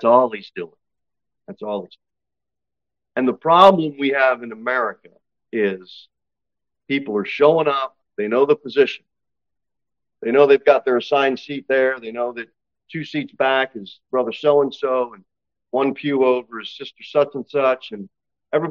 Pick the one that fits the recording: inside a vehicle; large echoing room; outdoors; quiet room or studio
large echoing room